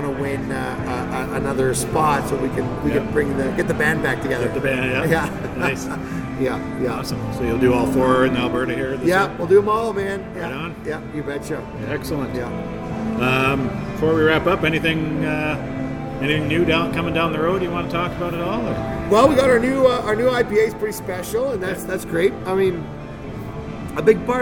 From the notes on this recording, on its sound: We recorded the episode at the brewery, located at 801 30th Street NE in Calgary.